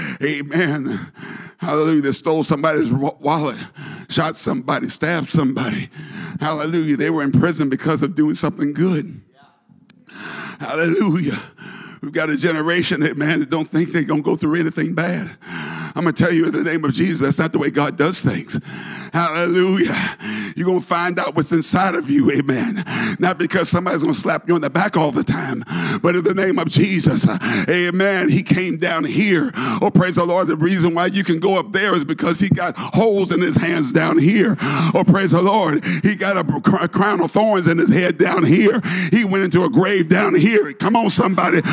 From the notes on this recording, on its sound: a service recording from Connect Point UPC